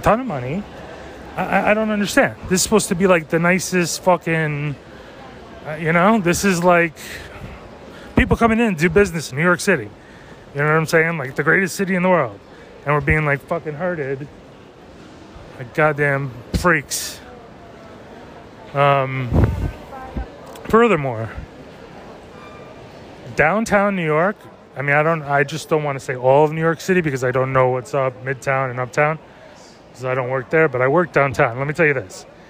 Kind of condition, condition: setting, busy venue